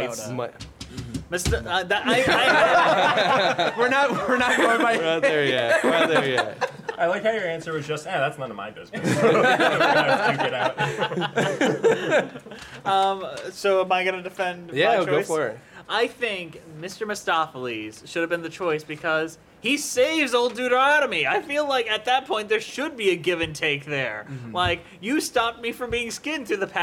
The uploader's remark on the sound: LIVE from BroadwayCon 2022 in New York City